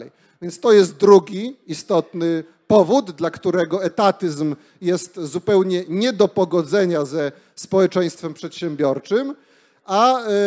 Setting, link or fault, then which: setting, live audience